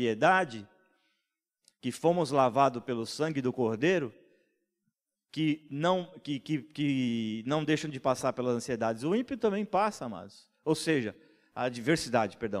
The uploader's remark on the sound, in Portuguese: Em nosso Culto Terça Vida. Na Igreja ABA Blumenau (Transmitido ao vivo).